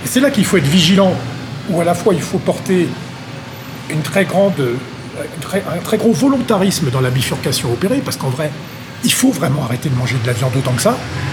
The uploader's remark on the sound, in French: enregistré dans un café parisien